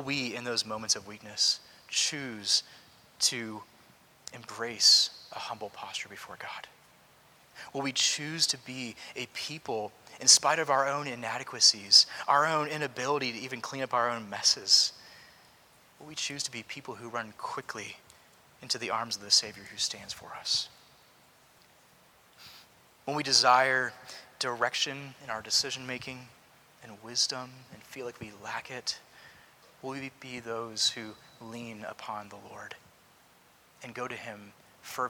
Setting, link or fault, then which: setting, large echoing room